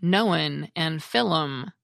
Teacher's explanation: many Aussies add a vowel to words like known and film, making them sound like known and film. · Term: insertion of extra sounds